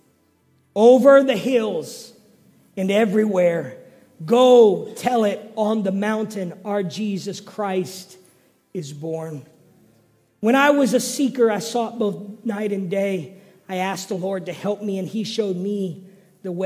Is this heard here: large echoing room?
yes